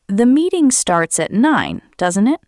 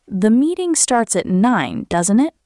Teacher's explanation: Use falling intonation when you expect the other person to confirm what you said. Your voice goes down at the end. · Shown in: first take